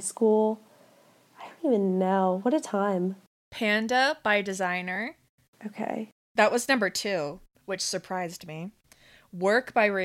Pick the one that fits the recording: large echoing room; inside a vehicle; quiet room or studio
quiet room or studio